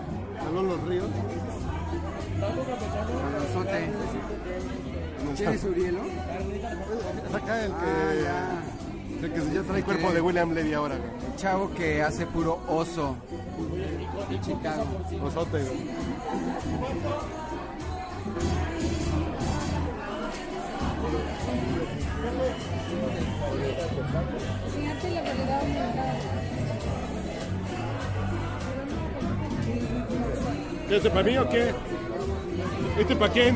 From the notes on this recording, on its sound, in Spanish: Regresamos a nuestros orígines, nos fuimos a una cantina y prendimos la grabadora.